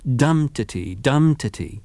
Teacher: the basic inflection isn't a heavy march-like tread, but a dance-like triple meter, dum-titi, dum-titi.